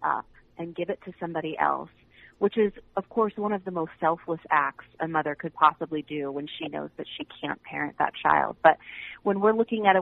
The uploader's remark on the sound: Open Phones